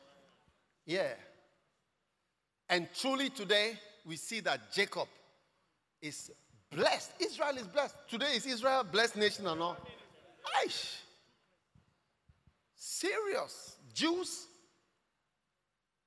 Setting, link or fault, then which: setting, large echoing room